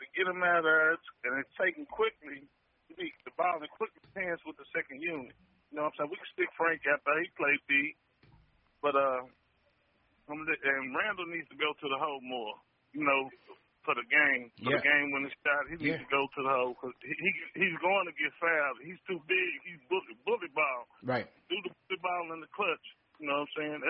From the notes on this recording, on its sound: Post Game Show. Take phone calls from fans around the world!